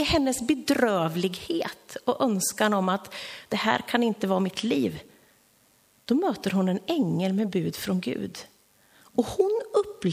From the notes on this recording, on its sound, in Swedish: Inspelad under gudstjänst i Löfstadkyrkan i Tranås